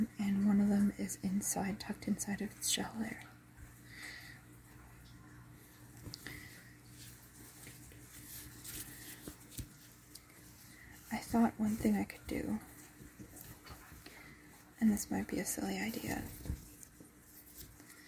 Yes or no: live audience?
no